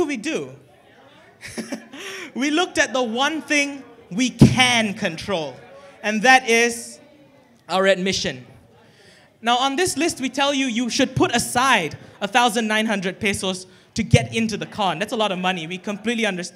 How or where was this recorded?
live audience